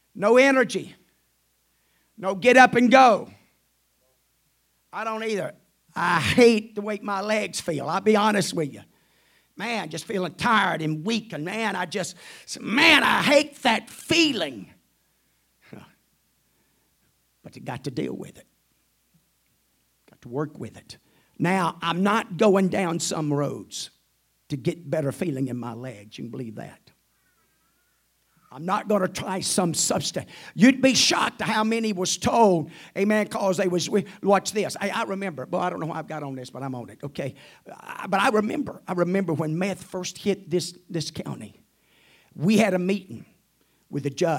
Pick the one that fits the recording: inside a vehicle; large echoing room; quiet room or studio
large echoing room